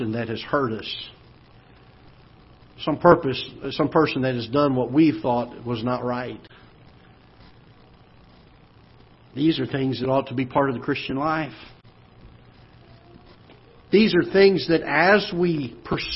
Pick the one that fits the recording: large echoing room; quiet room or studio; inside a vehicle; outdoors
large echoing room